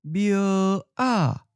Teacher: Bie sounds like a seventh tone to me, so here's another difference from the normal tone change rules. The preceding syllable is supposed to change to a mid-falling.